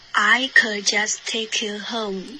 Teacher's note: could 结尾要有一个干脆停顿